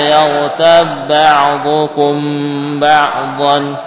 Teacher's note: Qalqalahnya muncul? Tidak, ya, karena sudah diidghamkan.